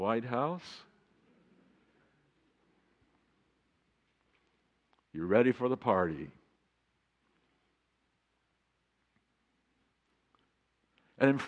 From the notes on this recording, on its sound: This recording is from the 8:30am worship service.